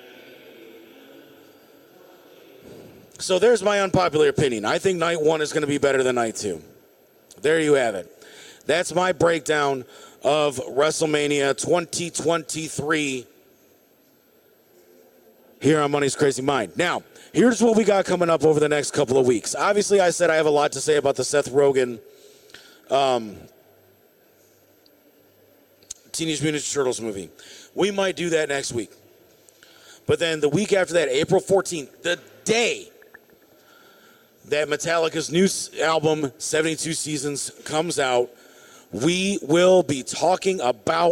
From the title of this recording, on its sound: LIVE from the Summit Racing Equipment Piston Powered Auto-Rama!